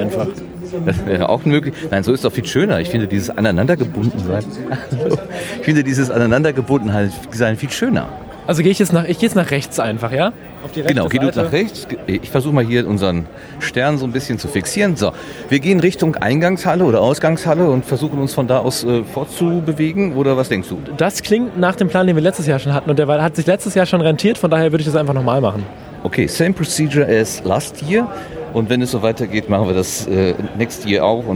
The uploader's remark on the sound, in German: RMN033 #32C3 Rundgang. Treppauf, treppab.